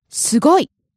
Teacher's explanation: The pitch accent here is on the go, right?